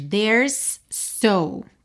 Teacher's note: Quando a gente tem uma palavra que termina em S e a próxima começa em S, você ouve um S só.